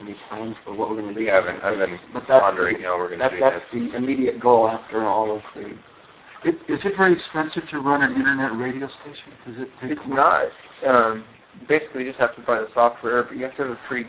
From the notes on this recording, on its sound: Extremely bad audio quality